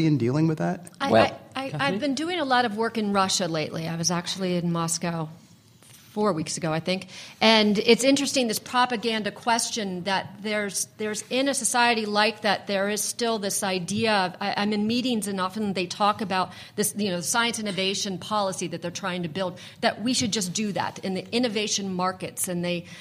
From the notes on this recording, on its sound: Live at the AAAS 2014 meeting in Chicago